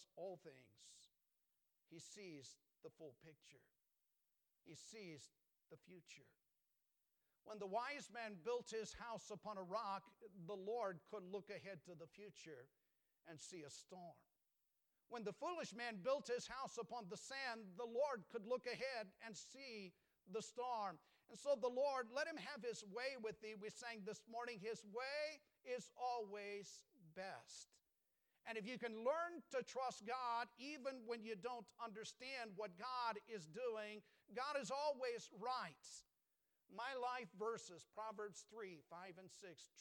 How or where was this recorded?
large echoing room